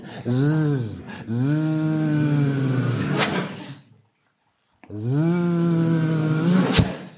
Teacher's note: machen wir jetzt nur stimmhaft mit S, wie die Bienen